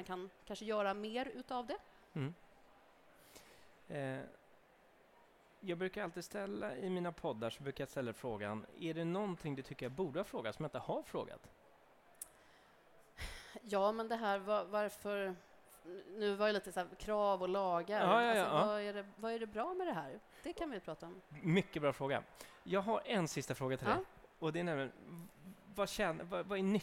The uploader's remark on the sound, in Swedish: Live från tandläkarmässan. Live-podd från Swedish Dental Expo.